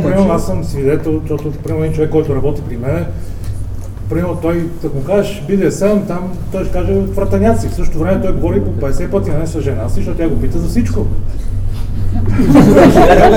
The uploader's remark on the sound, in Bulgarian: запис на дискусионния панел в BDSM Unconference 2016